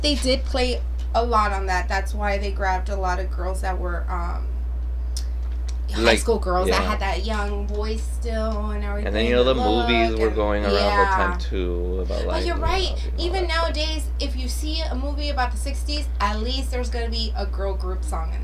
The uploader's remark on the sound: We got a way better microphone and are now using GarageBand on OS to record this podcast, but we are not very good at it yet. Please bare with us while we continue to work on our sound.